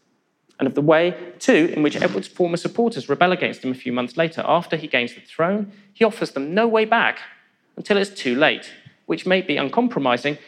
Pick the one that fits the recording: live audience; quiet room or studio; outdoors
live audience